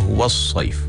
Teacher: Kalau huruf waw itu adalah huruf yang nipis, bermakna kita kena membaca dengan nipis, dan sod itu bacanya tebal. Kalau tidak dijaga, maka kita akan menjadikan waw tu tebal sebab kita nak standby kepada huruf yang setelahnya.